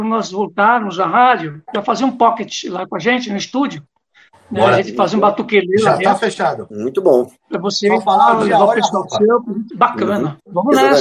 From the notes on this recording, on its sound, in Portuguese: Gravada remotamente. Rádio Gazeta.